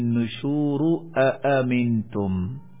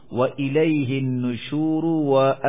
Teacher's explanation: جب النشور کو أَأَمِنْتُمْ سے ملا کر پڑھیں گے تو پہلے حمزے کو واو سے بدل دیں گے قنبل کے لیے · Shown in: second take